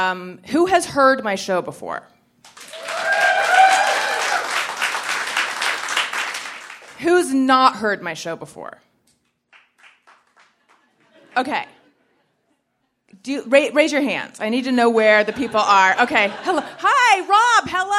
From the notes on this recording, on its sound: Live from Sketchfest! Recorded live at the Gateway Theatre in San Francisco on January 26, 2020.